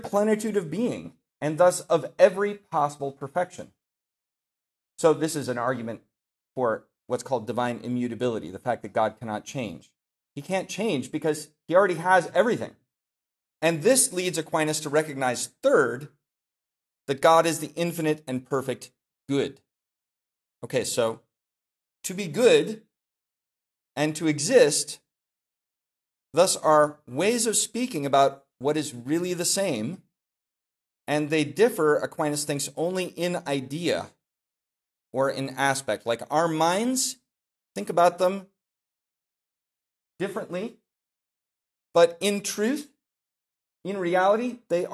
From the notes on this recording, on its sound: This lecture was given on June 12, 2023 at the Dominican House of Studies in Washington, D.C. As part of the 2023 Civitas Dei Summer Fellowship.